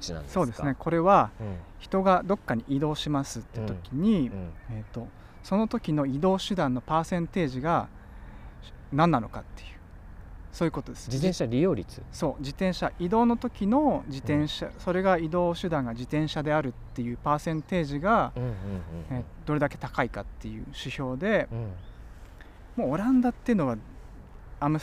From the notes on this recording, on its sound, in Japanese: 収録地： 神奈川県川崎市 多摩川のほとり。本には書ききれなかった思いを川原で語った。収録地： 神奈川県川崎市 多摩川のほとり。収録機材： ZOOM F3 (レコーダー)、 ZOOM ZSG-1（マイク）。